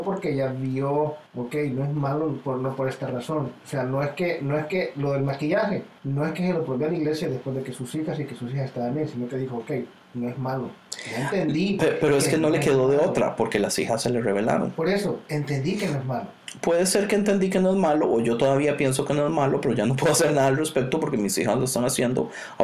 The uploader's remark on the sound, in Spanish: disculpen la calidad de la grabación, yo meti la pata y no grabe correctamente.